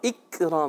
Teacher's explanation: کاف کو تھوڑا اور باریک رکھتے ہیں